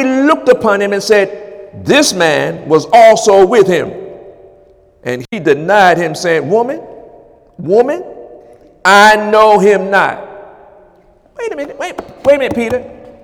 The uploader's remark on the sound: During Wednesday night service on January 10, 2018